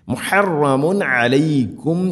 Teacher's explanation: തൻവീന് ശേഷം ആയിനുണ്ട് ഇവിടെ മുഹറമുൻ ഇദ്ഹാർ ചെയ്യണം, വെളിവാക്കി ഉച്ചരിക്കണം.